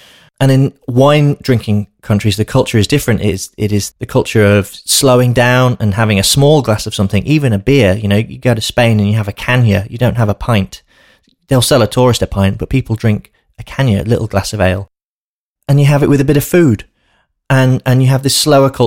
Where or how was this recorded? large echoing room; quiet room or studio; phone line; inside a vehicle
quiet room or studio